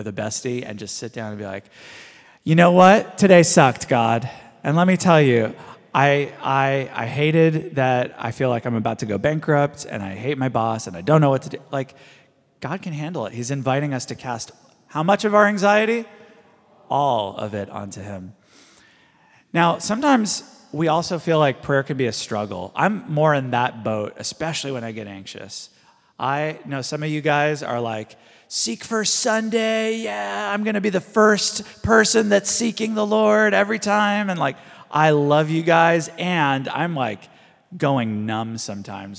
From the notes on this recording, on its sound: This is a live recording of our House of Learning.